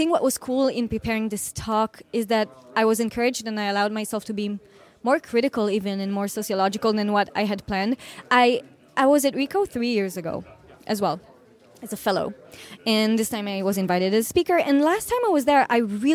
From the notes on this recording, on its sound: This is part II of speaking with guests from the SCA Expo in Boston 2022. A live recording from an event.